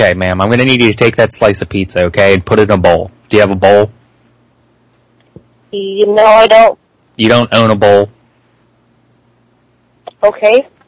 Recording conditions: phone line